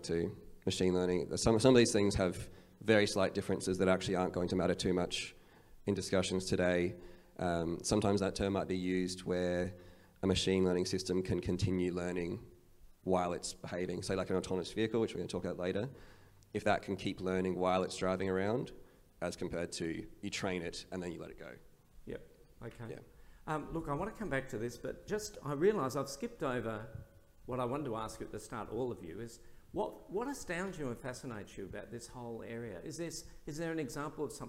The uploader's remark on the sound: An audio release of our recent event, Better Than Us - The Impact of A.I.